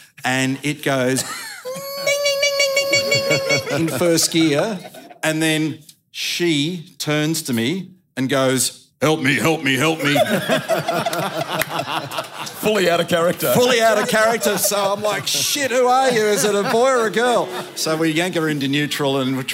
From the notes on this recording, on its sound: LIVE at the F1. Speaking at the 2023 VACC Presidents Grand Prix Supper.